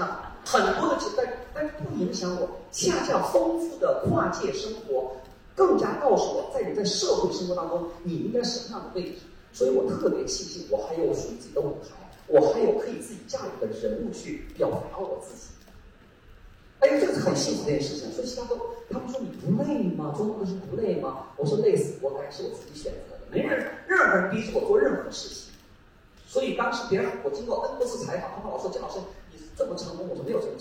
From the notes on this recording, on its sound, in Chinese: 第八届乌镇戏剧节。让我们一起走进乌镇戏剧节的现场。